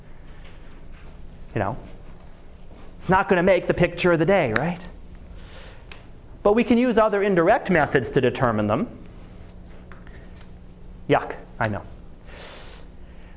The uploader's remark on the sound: Live Class Lecture